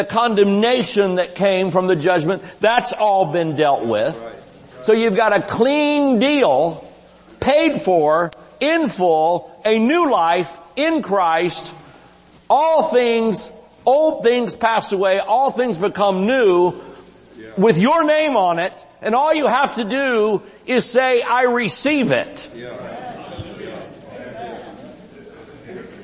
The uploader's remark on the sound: Recorded Live at Shining Light Church.